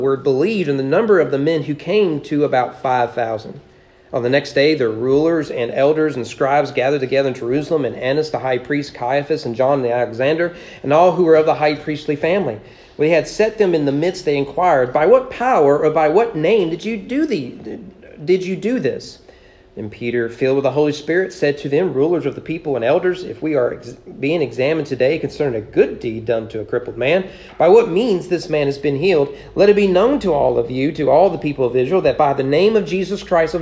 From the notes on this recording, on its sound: Sermon preached at East Frankfort Baptist Church on April 16, 2023 during morning worship.